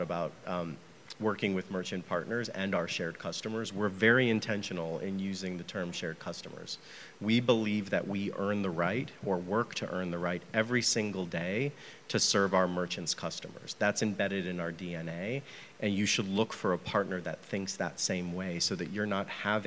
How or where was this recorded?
busy venue